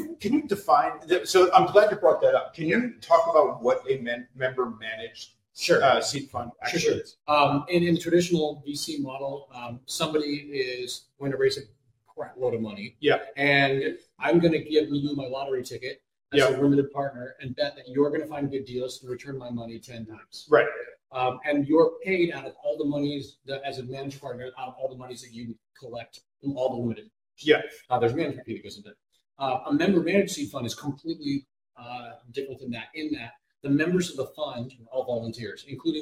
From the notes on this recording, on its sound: live from Kingston, Jamaica at the Entrepreneurs Across Borders Beyond the Beach Conference